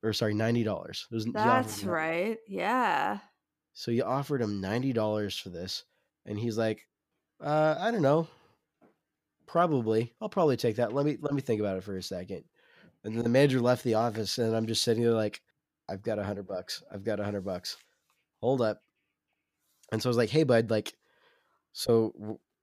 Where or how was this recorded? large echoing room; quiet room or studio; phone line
quiet room or studio